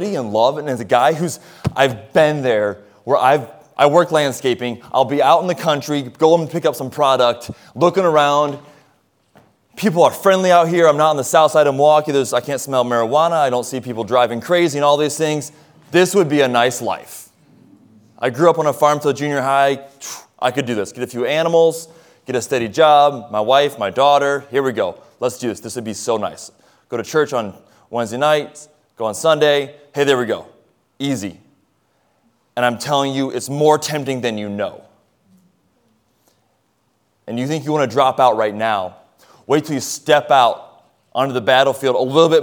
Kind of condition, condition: setting, large echoing room